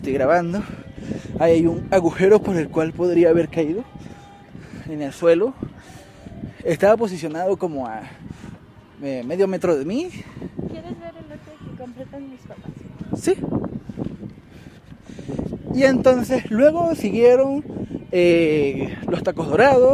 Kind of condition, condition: setting, outdoors